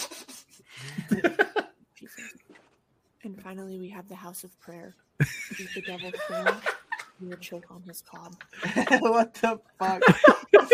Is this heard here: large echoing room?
no